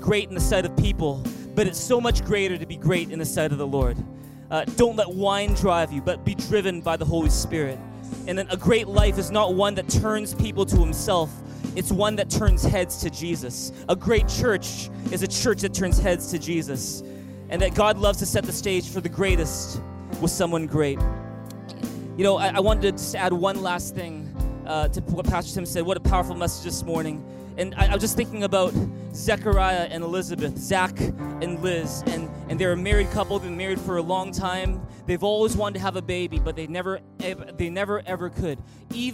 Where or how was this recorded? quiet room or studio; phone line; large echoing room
large echoing room